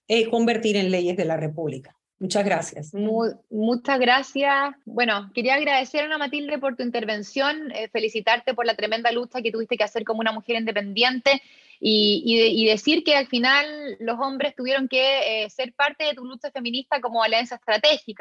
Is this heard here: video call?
yes